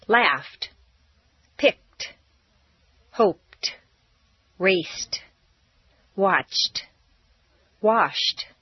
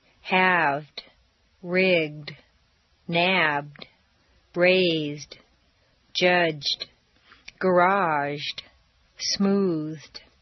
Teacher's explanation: T replaces D in the past tense after an unvoiced consonant sound · Shown in: first take